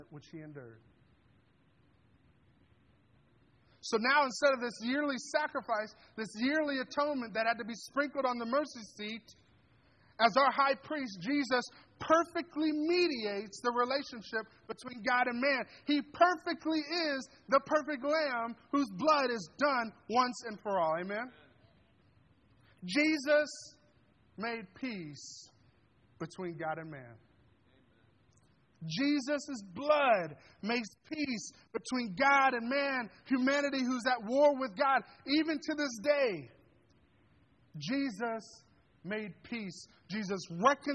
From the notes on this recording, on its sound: This sermon was delivered on December 10th, 2023 at Grace Church in Granger, Indiana.